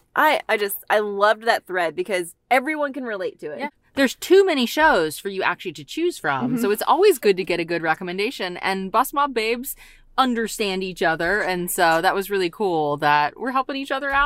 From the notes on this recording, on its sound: Hop in the car